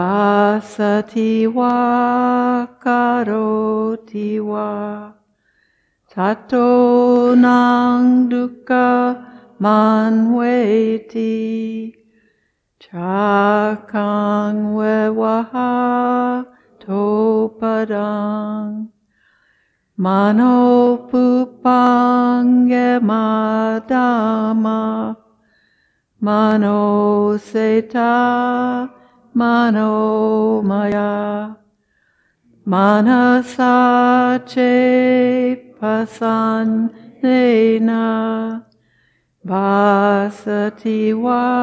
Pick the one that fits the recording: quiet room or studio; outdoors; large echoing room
large echoing room